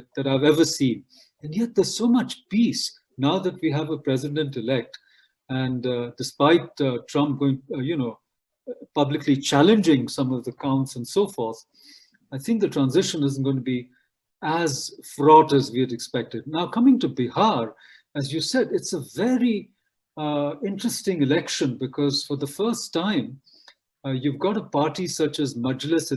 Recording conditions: video call